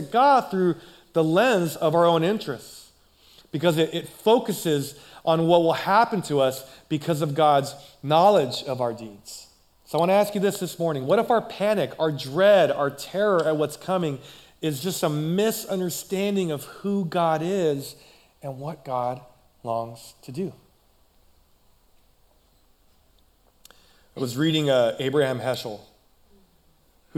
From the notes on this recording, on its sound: Recorded live at CrossWinds Church on November 19th , 2023.